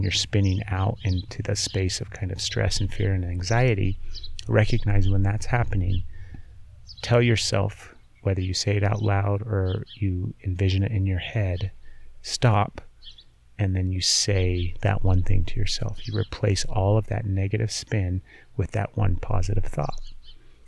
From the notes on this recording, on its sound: We recorded the episode outside in our beautiful backyard, another first for the podcast, and answered some listener questions as well.